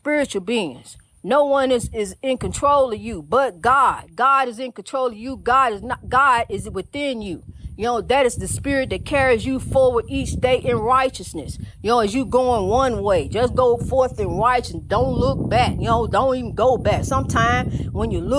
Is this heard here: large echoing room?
no